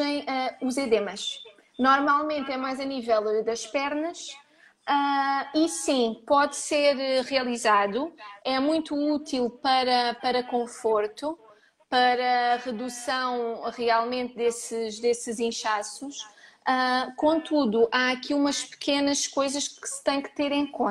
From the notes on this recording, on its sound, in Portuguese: Gravado através do LIVE do Instagram.